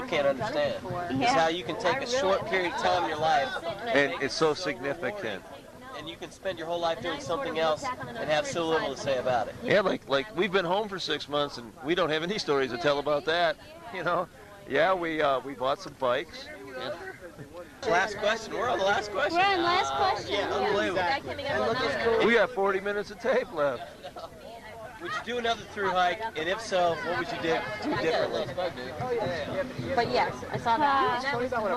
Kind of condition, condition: setting, outdoors